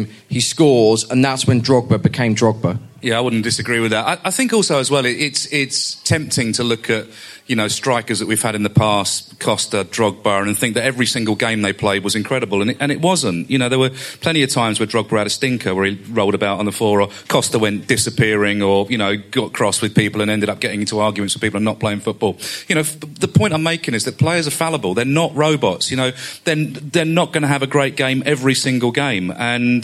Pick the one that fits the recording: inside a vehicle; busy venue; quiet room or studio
busy venue